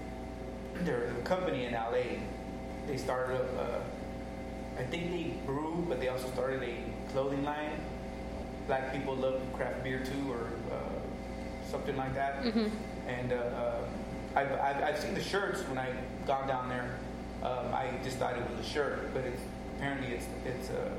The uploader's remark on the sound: recorded in the one & only Spokeasy Public House